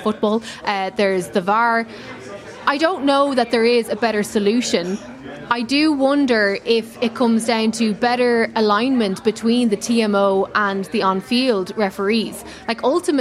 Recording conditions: busy venue